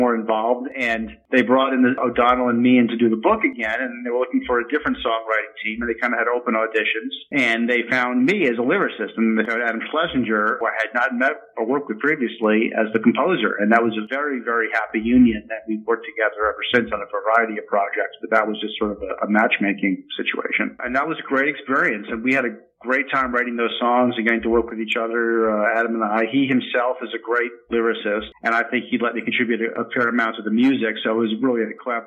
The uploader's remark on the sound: He called in from his home in Hollywood